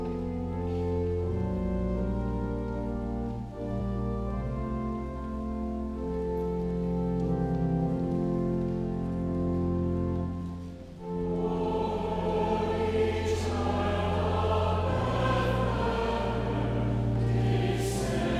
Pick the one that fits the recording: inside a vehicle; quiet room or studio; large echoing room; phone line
large echoing room